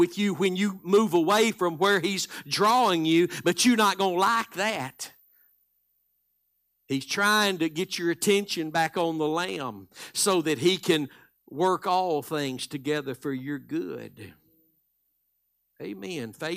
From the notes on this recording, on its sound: Live Wednesday Evening Service